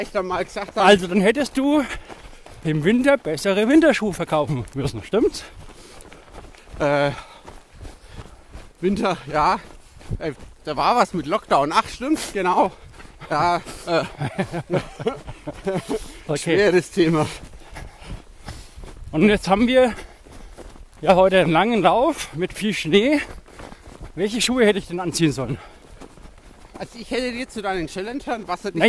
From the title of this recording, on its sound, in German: live dabei beim Coronakreis Ultralauf